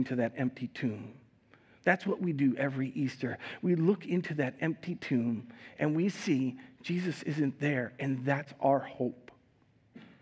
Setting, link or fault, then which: setting, large echoing room